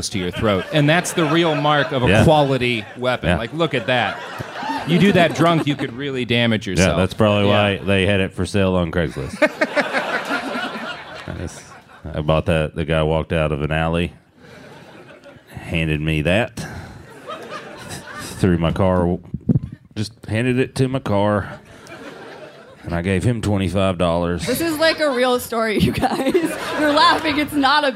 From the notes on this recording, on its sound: LIVE from Dynasty Typewriter in Los Angeles